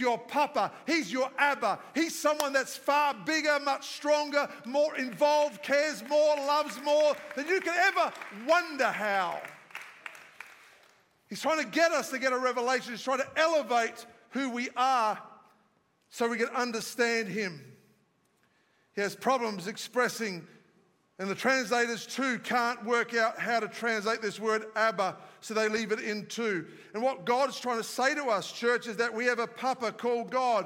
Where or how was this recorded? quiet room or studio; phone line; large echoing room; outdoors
large echoing room